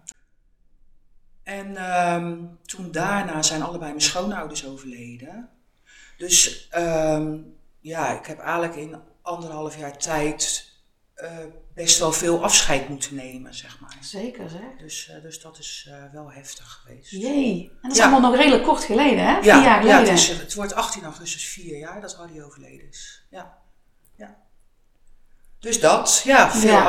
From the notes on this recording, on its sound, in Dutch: Het geluid van deze opname is helaas niet optimaal